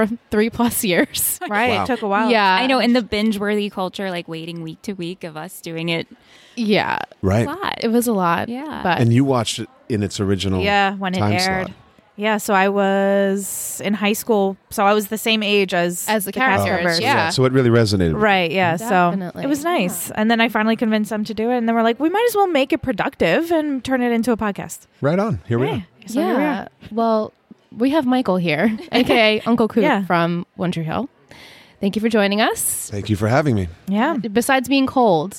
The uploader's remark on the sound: LIVE FROM TRIC